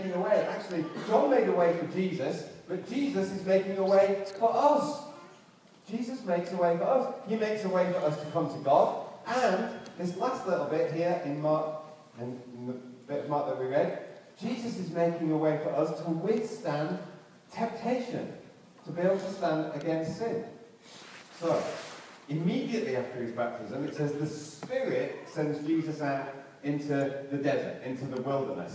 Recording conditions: poor sound quality